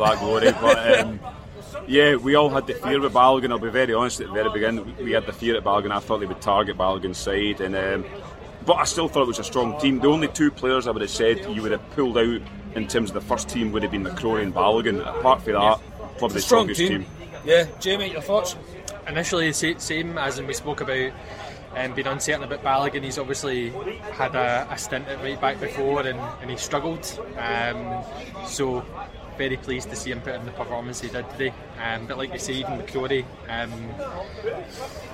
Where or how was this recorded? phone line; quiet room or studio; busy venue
busy venue